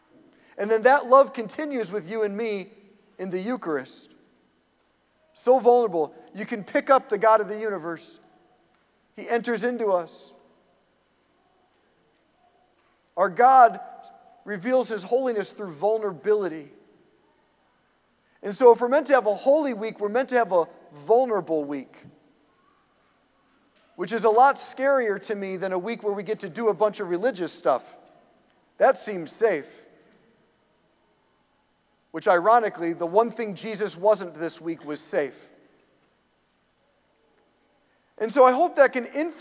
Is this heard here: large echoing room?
yes